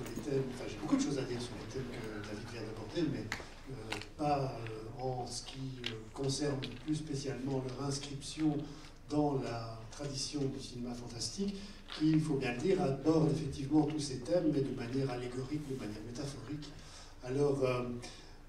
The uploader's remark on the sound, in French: Masterclass LDH au BIFFF 2017. Débat au Festival International du Film Fantastique de Bruxelles. Bozar.